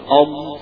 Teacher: الضاد مخرج الضاد من حافة اللسان، حافة اللسان جانب، جانب اللسان، لما تقرأ أي حرف من الحروف حط قبله همزة وانطقه